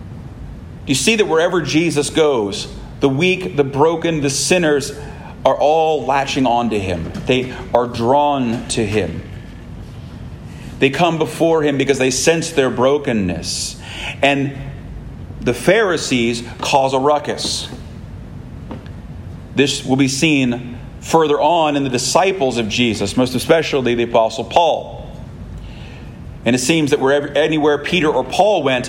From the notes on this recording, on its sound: This sermon was preached at Christ Church Anglican in Florence, KY